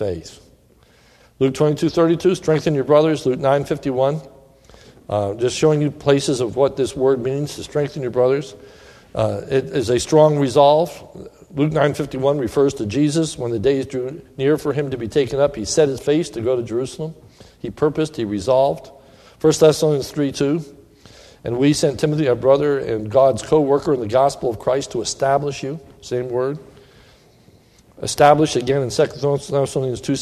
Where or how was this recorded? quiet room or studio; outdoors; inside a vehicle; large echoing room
large echoing room